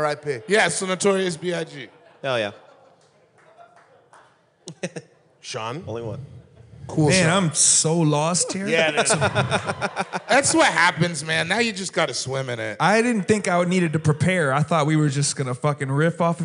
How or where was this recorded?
live audience